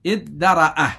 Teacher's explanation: أو من الذكر أو من الزجر وهو المنع، قل ادرأ ادرأ من الدرء أصله اترأ، قلبت تاؤه دالا وأدغمت الدال في الدال فصار إيش؟ ادرأ هكذا.